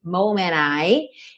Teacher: ele realmente comeu o D aí